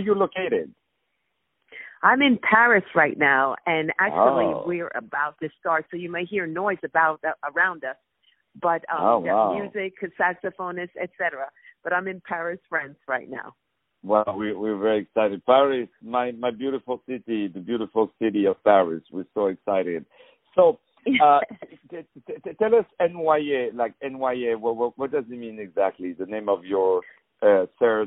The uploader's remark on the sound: On the phone